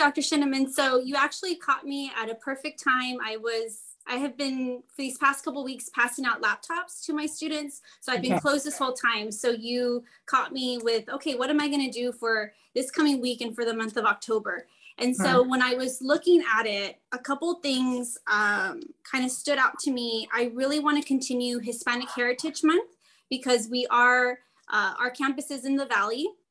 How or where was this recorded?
video call